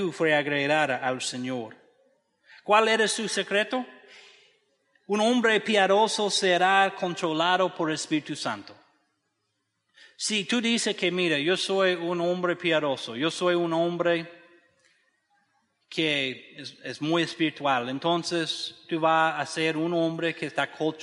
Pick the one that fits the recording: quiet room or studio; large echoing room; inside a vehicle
large echoing room